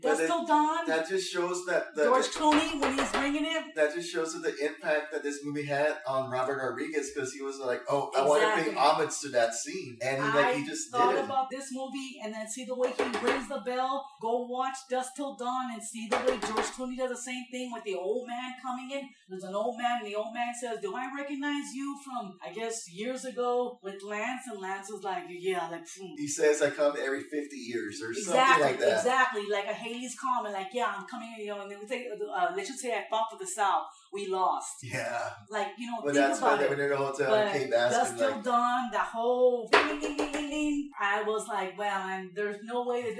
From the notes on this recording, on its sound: I was just starting and the audio is boucning around. The mics were cheap condenser and pick up everything.